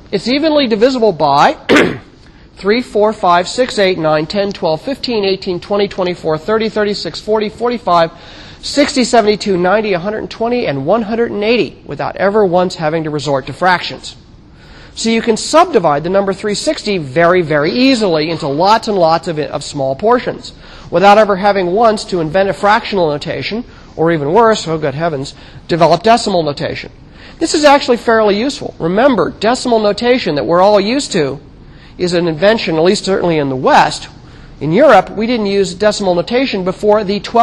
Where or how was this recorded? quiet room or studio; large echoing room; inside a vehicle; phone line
large echoing room